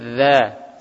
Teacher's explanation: Za termasuk yakni huruf ujung lidah ketemu dengan ujung gigi-gigi seri atas. Nah, ujung gigi-gigi seri atas, za.